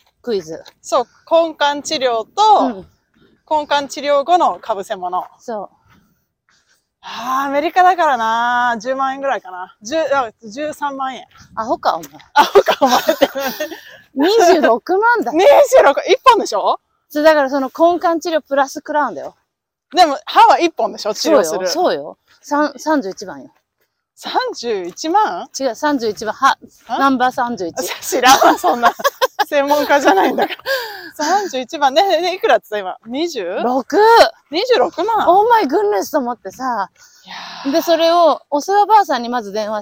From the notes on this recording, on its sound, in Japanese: アメリカ・アリゾナ州発。アリゾナの朝日をバックに早朝ハイキング！歩きながらの収録だったので、お聞き苦しいところがあったらごめんなさい！